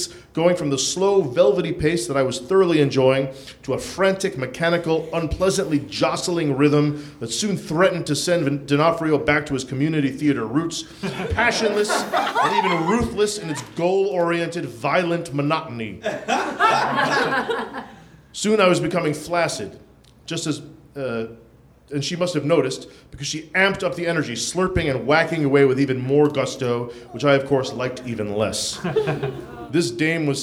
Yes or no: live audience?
yes